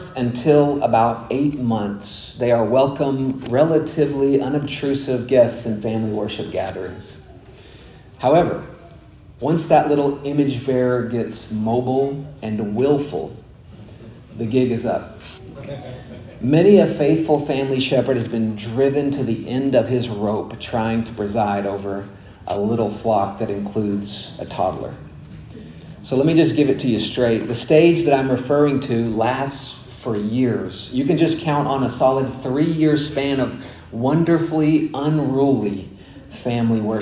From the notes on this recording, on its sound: delivered at Grace Bible Church of Conway in December of 2021